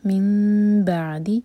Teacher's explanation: नून का sound मीम में change हो रहा है, इखलाब हो रहा है